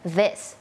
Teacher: มันไม่ใช่ดอเด็กอย่างเดียวมันมีความสั่นนิดนึงแล้วก็มีลมออกมานิดนึง